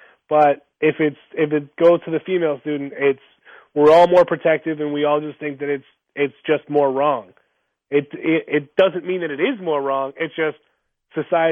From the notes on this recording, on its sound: via telephone